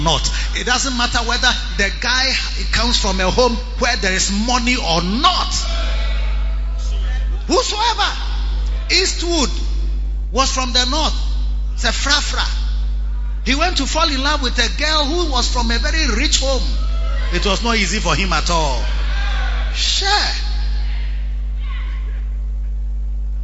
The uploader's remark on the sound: Preached at the Lighthouse Chapel Int. King Of Kings Cathedral, Achimota.